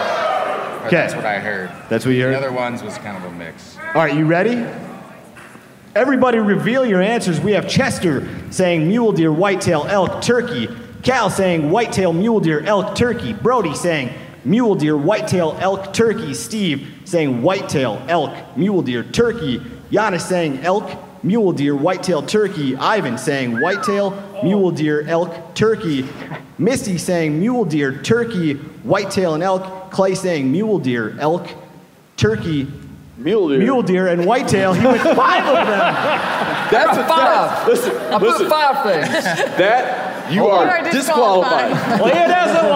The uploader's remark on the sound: Come to you from our live show at the Alberta Bair Theater in Billings, MT.